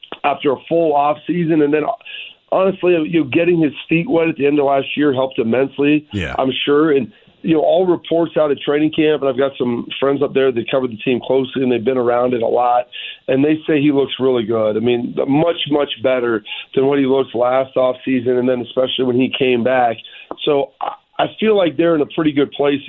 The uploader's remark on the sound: calls into the show